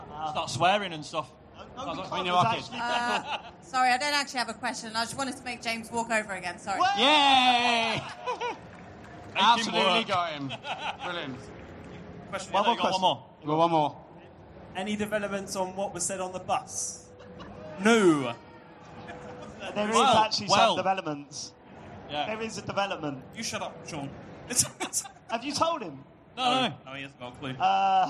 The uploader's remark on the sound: The boys return to the stage in this very special episode of The Computer Game Show, live from EGX 2019. Answer questions live from the audience.